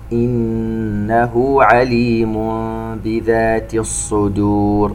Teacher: نغن نون إنه بمقدار حركتين